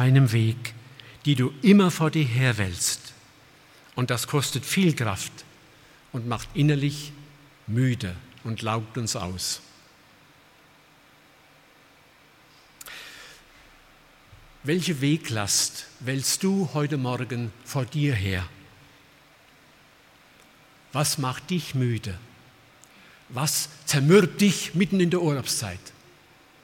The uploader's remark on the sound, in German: aus dem Gottesdienst der Liebenzeller Mission